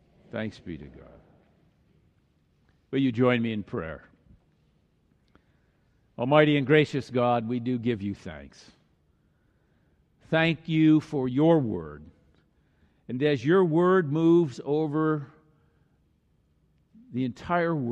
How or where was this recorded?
large echoing room